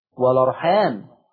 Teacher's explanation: نقلنا حركة الهمزة إلى اللام · Term: النقل